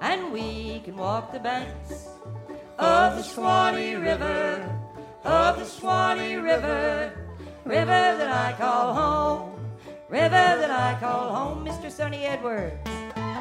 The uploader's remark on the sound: 2006 Florida Folk Festival recording by Florida Memory Program, State Archives of Florida.